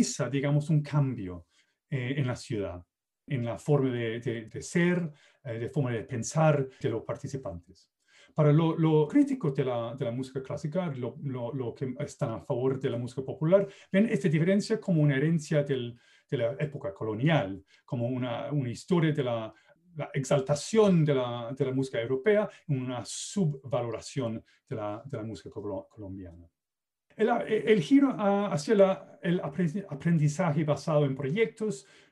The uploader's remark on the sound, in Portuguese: Plataforma ZOOM